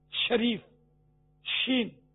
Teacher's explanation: زبان بیچ میں سے تالو پر لگی